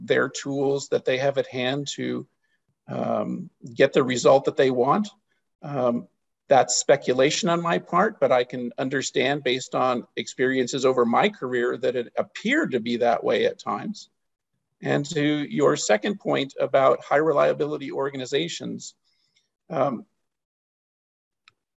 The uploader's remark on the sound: The live broadcast webinar